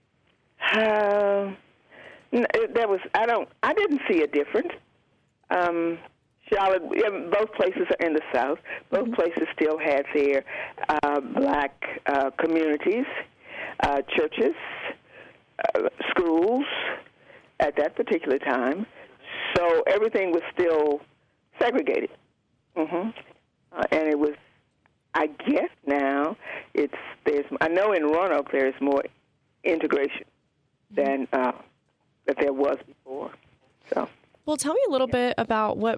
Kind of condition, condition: link, phone line